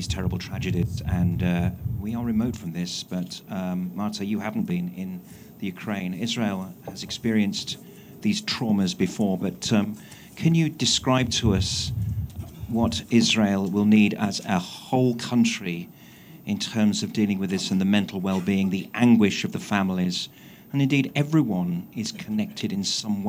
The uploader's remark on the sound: Elnet UK's reception at the Houses of Parliament. It was both heartening and morale boosting for everyone who attended a Parliamentary reception at the Palace of Westminster.